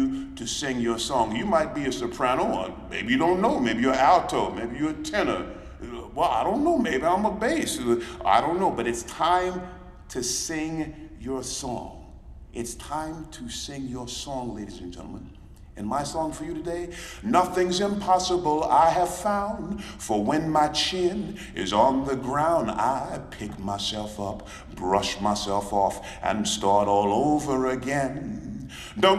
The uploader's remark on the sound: League of American Orchestras Conference. Keynote speech from the League of American Orchestra's 2023 Conference in Pittsburgh.